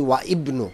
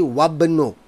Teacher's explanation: First thing you notice, I don't say wa ibn. I just say wabn. · Shown in: second take